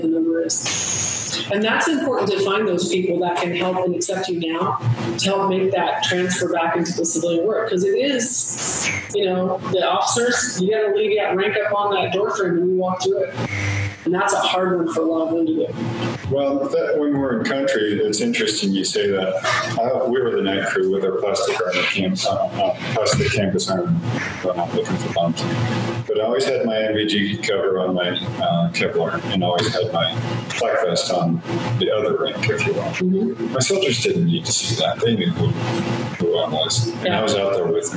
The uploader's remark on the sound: I will say in advance the audio quality is not the best.